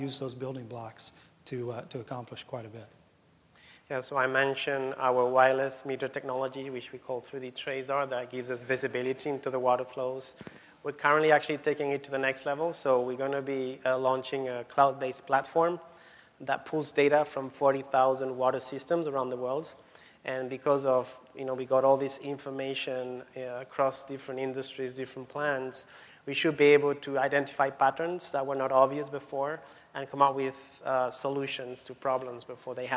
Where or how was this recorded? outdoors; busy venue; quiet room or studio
busy venue